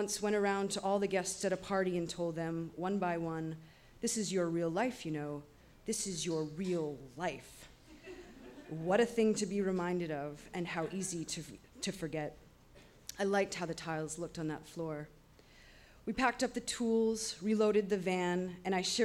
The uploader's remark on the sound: On Stage at Housing Works Bookstore Cafe